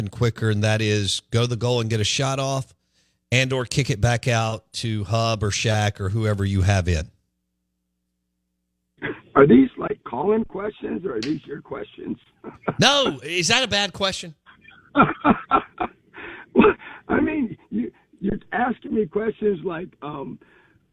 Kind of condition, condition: link, phone line